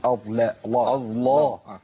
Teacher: وفي بعض الإخوة بيفخم اللام